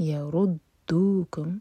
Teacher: را پر ضمہ، را ہیوی، دال پر شدہ تو دال اسٹرانگ